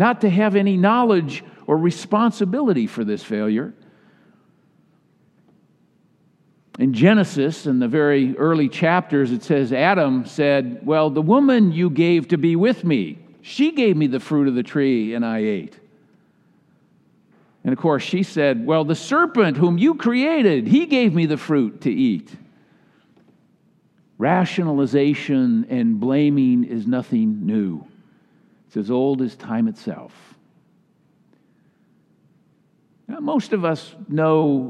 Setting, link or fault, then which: setting, large echoing room